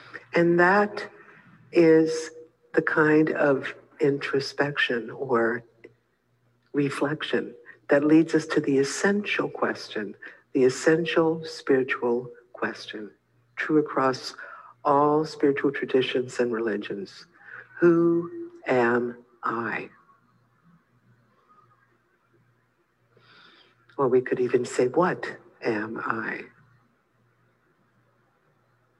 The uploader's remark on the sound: (Mission Dharma) Recorded Zoom Session.